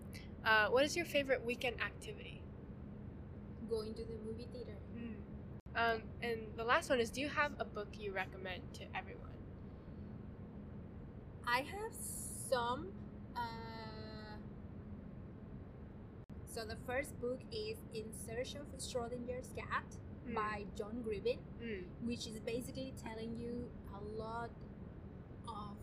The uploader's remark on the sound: Apologies for the imperfect audio and background noise, this conversation was recorded outdoors!